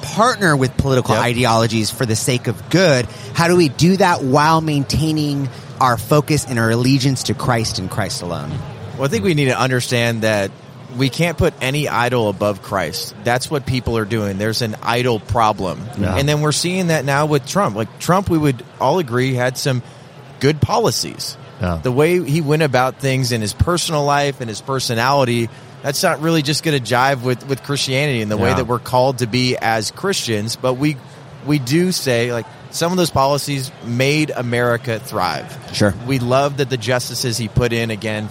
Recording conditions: busy venue